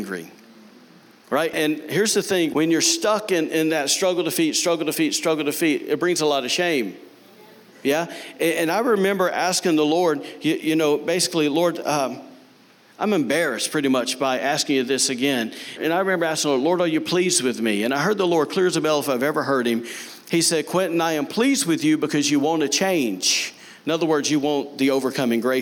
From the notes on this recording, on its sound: recorded on Sunday, June 30, 2019, during service at The Anchor Church in Rockport, Maine.